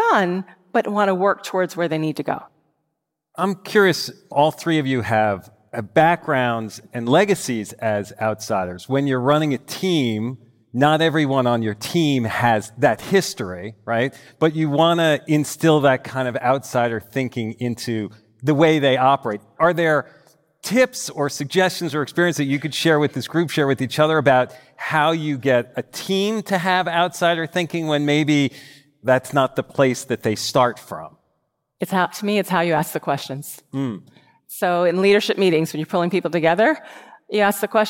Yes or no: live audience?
yes